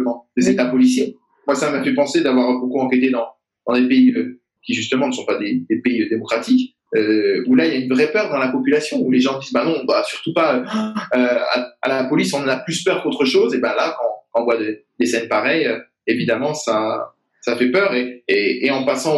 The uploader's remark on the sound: had a Zoom video call, during these times of lockdown